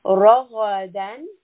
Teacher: ra is heavy in this case, ghain is permanently heavy, so both of these two letters are heavy, and dal is a light sound.